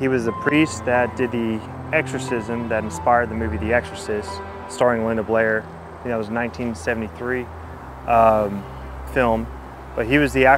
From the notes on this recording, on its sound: Exorcist Ghost Hunting in Calvary Cemetery. Real audio capture from our ghost hunting ventures.